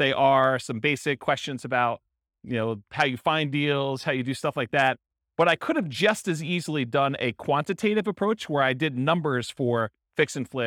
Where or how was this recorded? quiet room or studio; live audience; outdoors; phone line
live audience